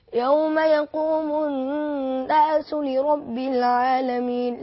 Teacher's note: الغنة في النون هنا مشددة، نعطيها الغنة حقها مقدار حركتين، فنقول يوم يقوم الناس لرب العالمين، لا نزود عليها ولا نقلد.